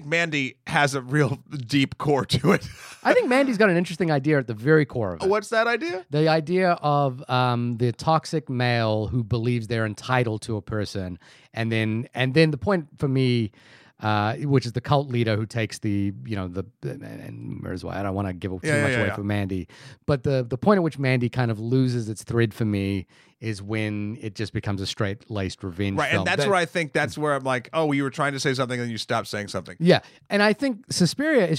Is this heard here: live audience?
no